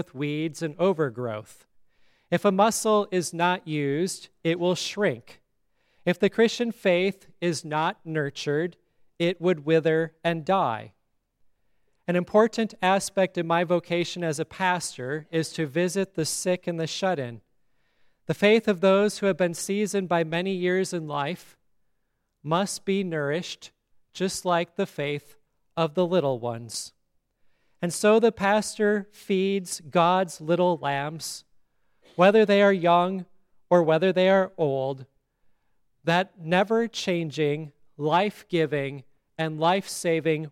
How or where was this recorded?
large echoing room